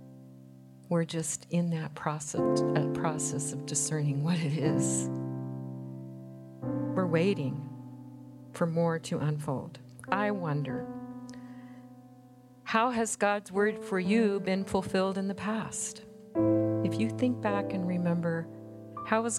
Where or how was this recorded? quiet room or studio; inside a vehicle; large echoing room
large echoing room